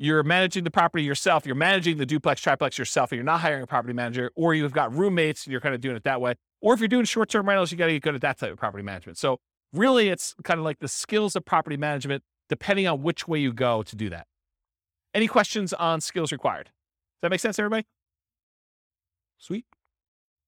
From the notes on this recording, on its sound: This was a live class recorded